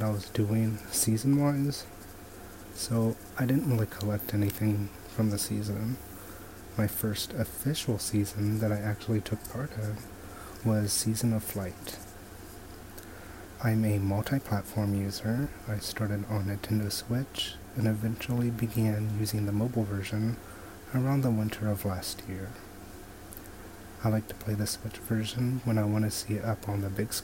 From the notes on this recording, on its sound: Please excuse the audio, I recorded it on my iPhone